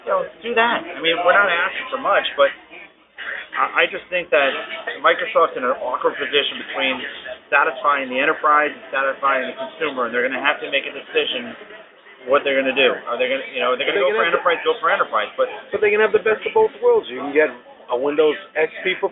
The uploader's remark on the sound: AZ Mobility Today Meetup. We had the opportunity to meet up for a drink and we recorded this great impromptu show. Please excuse the sound quality, but on the fly, it isn't bad!